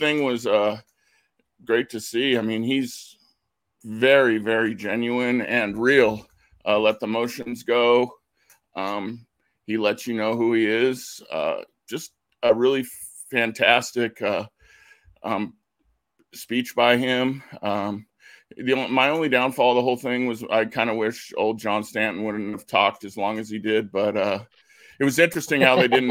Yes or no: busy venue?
no